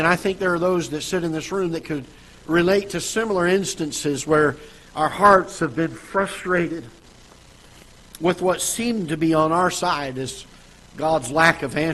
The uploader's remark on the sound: Ketha Heights Baptist Church ~ Live Broadcast.